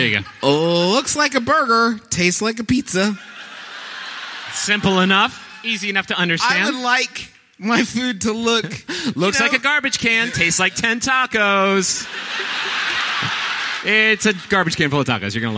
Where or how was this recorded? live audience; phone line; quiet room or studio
live audience